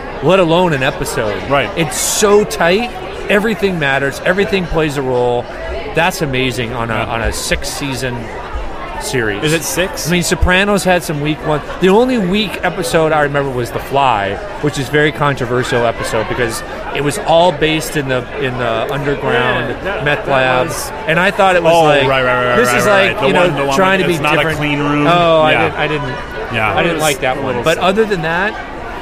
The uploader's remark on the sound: The Arrogant Healthcare Marketing Bastards were podcasting live from SHSMD 2013 in Chicago.